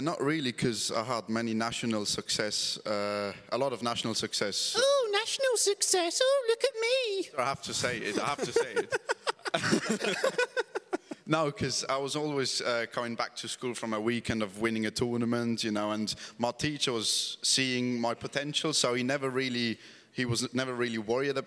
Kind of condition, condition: setting, live audience